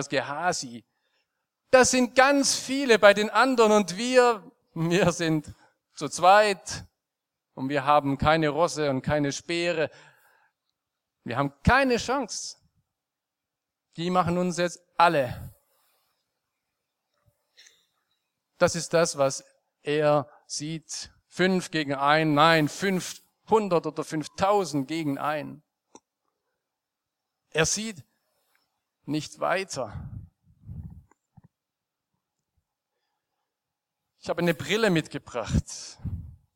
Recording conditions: large echoing room